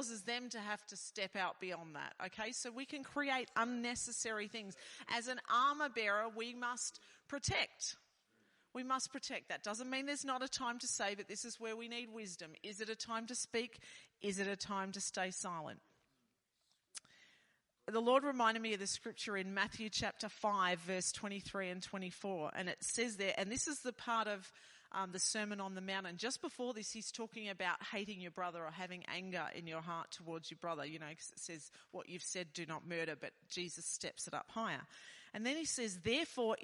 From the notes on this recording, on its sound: This message was recorded at Dreambuilders Church, Tasmania in March 2023.